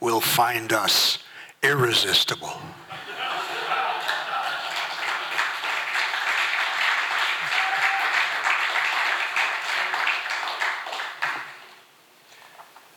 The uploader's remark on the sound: From the 2023 FisherPoets Gathering. This recording was made on Saturday, February 25th, 2023, at the Ten Fifteen Theater in Astoria, OR as part of the FisherPoetry Archive Project.